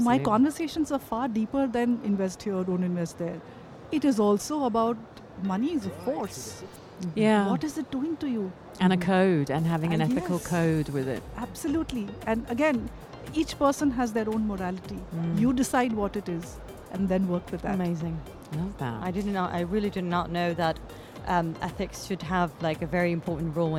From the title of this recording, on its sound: Live from SIBF 2023